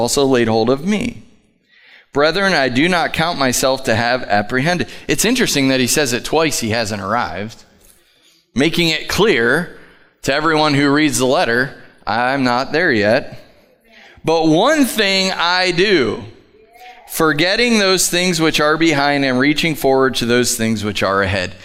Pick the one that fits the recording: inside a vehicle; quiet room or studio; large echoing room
large echoing room